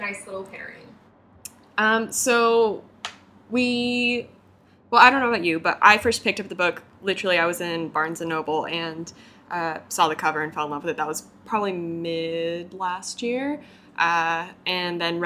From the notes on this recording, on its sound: When we started this podcast, we only had one microphone and the sound quality is....